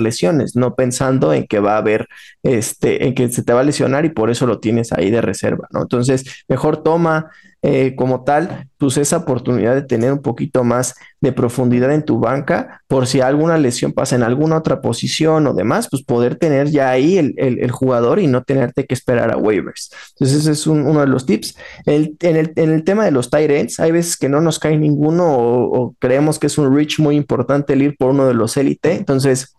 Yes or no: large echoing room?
no